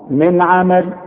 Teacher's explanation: النون عليها سكون وبعدها عين، والعين من حروف الاظهار اذا ما تغنش